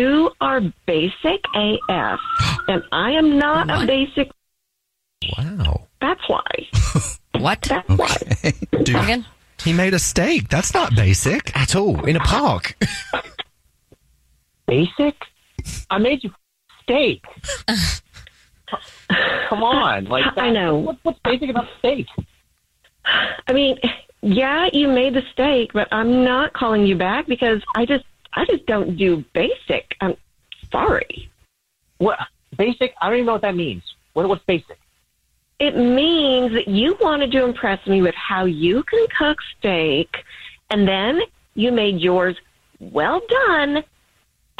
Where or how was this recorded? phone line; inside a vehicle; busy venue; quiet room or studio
phone line